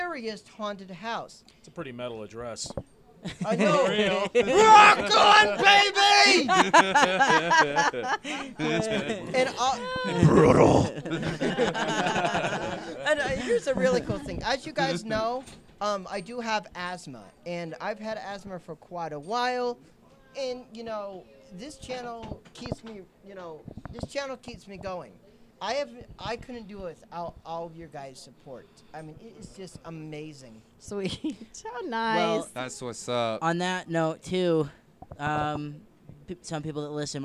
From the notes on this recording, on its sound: Hear the voice of a dedicated listener and fan who made the drive to be a part of our LIVE episode!